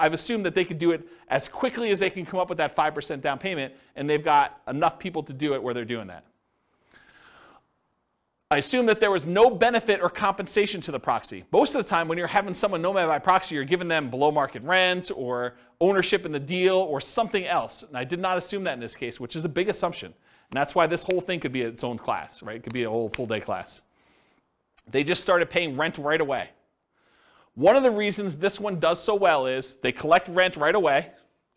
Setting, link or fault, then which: setting, live audience